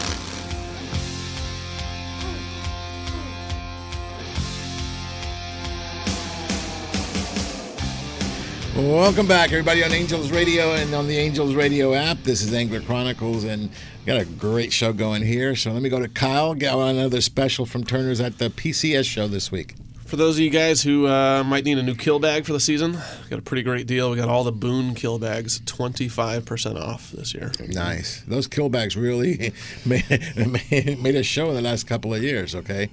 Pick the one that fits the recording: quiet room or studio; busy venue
busy venue